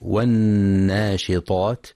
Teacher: وفي كلمة والناشطات ينتبه القارئ لتفخيم الطاء تفخيما كاملا